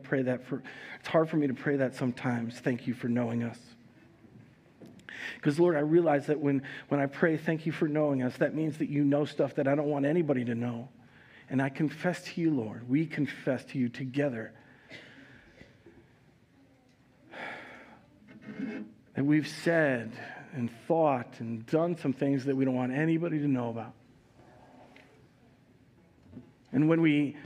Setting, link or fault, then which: setting, large echoing room